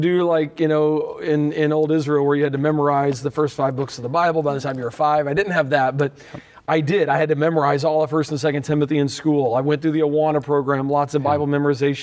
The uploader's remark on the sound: on-location conversation at the Museum of the Bible